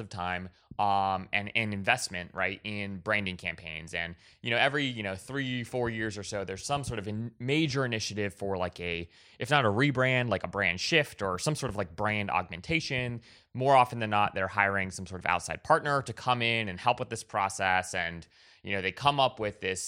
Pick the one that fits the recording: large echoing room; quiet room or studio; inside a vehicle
quiet room or studio